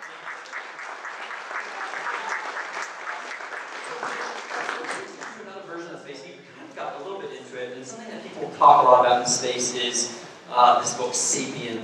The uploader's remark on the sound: Keynote Fireside Chat at Denver Startup Week